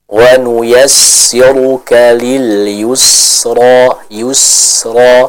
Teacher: Sifat sofir, adanya suara yang tajam dari bacaan huruf sin tersebut.